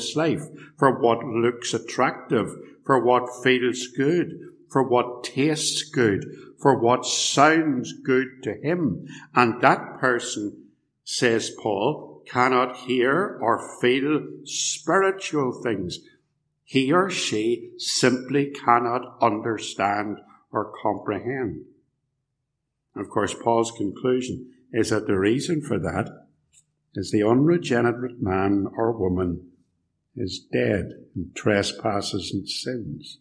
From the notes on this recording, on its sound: This sermon was preached at Ballymacashon Congregational Church, and Templepatrick Reformed Church, recorded at TRC